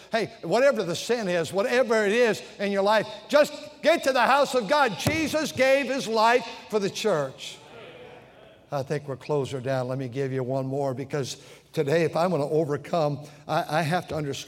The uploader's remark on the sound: during the Sunday Morning service on May 7, 2023, at North Valley Baptist Church in Santa Clara, California